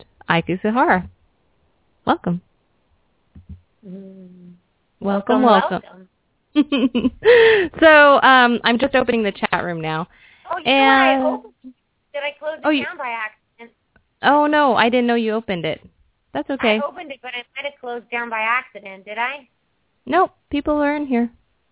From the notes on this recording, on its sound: open up the lines for listeners to call